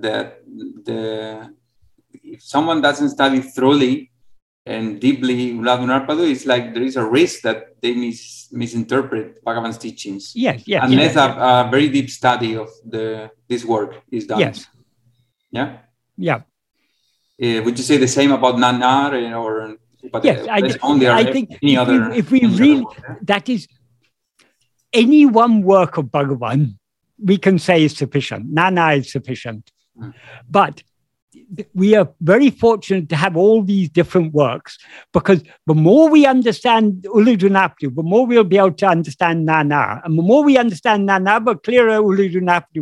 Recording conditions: video call